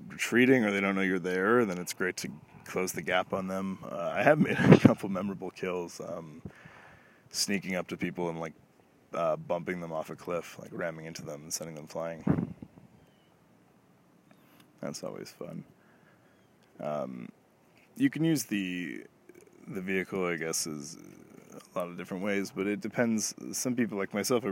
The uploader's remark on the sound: I headed to the outdoors of a local Provincial park, and just threw around some ideas on route. That is the wind you can hear some time, so I apologize for that.